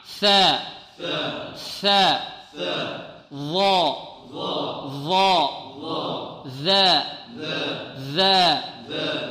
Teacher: ثلاثة أحرف تخرج من طرف اللسان مع طرف الثنايا العليا · Term: الثاء والظاء والذال